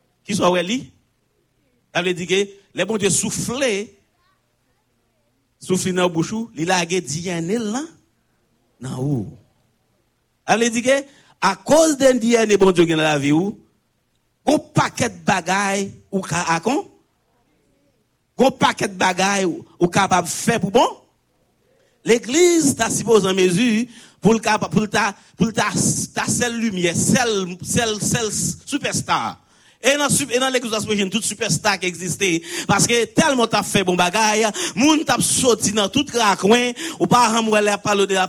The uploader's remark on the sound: Sunday Service Live